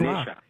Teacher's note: So the A at the end is pronounced like a schwa, schwa. Ganesha.